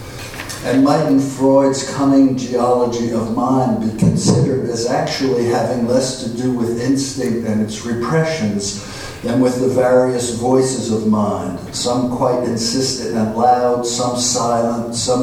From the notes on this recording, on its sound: at the Worlds Literature Festival Salon